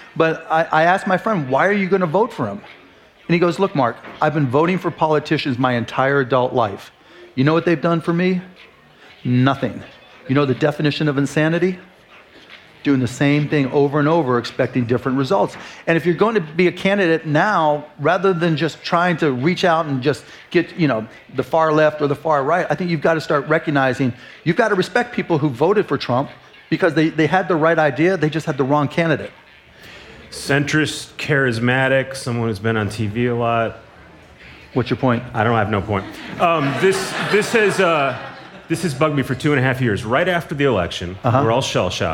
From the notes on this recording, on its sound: Live interview recorded at South by Southwest in Austin, Texas.